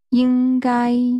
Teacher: Should, using two high-level tones.